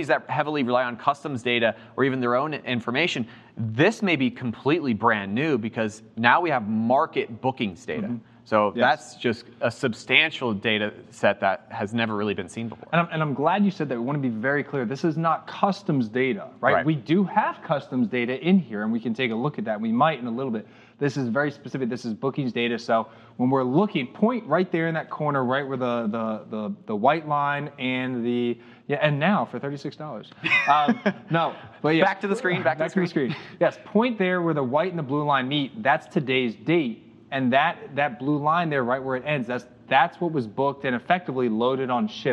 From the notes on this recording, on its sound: Live from Global Supply Chain Week